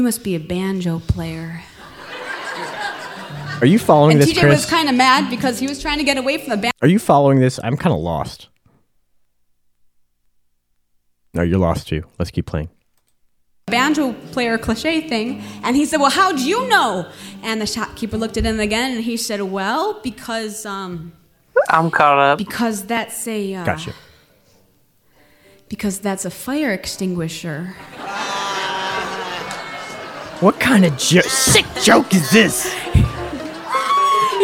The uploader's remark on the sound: Recorded live in Montreal, Canada, in 2007.